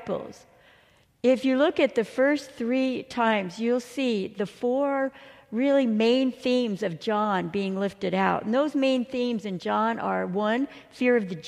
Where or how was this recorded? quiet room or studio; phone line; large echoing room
large echoing room